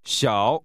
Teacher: This is pronounced with a falling, rising tone.